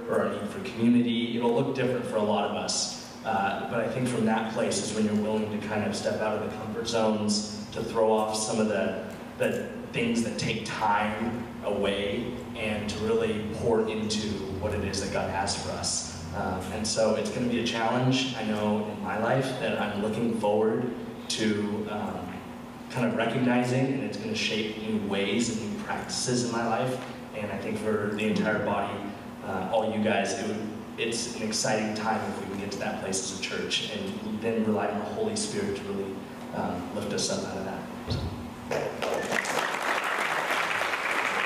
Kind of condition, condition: setting, large echoing room